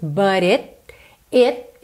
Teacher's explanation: ele fechou mesmo na consoante oclusiva